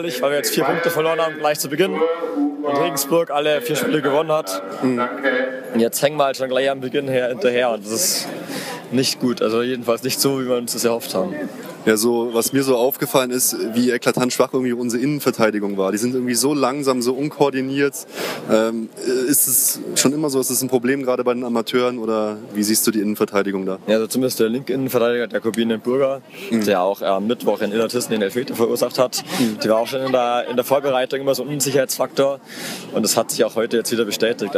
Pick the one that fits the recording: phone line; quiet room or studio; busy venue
busy venue